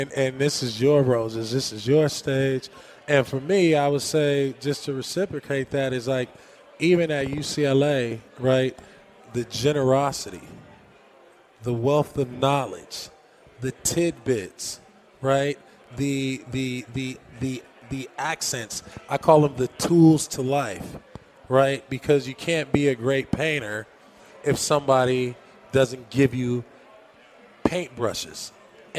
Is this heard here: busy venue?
yes